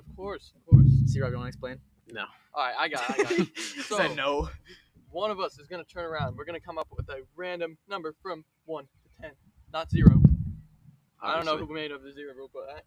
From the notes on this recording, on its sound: Still some production issues with the microphone